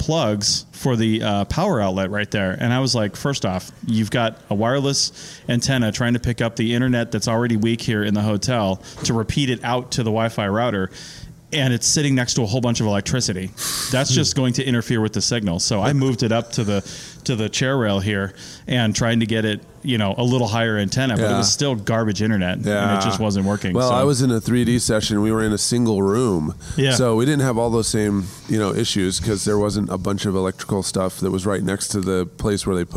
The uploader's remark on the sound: sit down at the 2020 Society for Historical and Underwater Archaeology annual meeting in Boston, MA